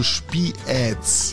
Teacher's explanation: Sie sprechen Spiez nicht als Spiez aus, sondern trennen das I vom E, also Spiez.